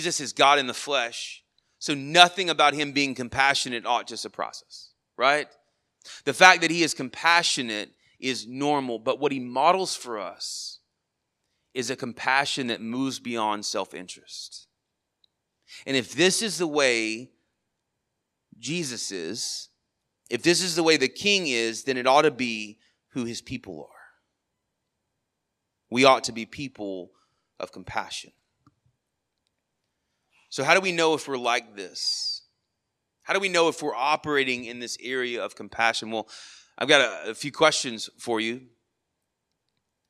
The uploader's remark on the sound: Sermon audio from our morning service.